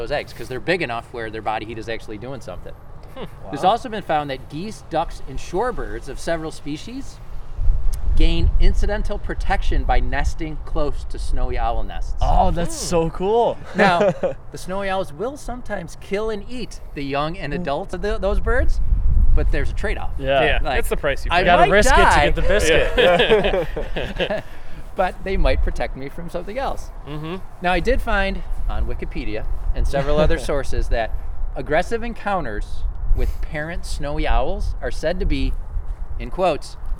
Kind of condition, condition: setting, outdoors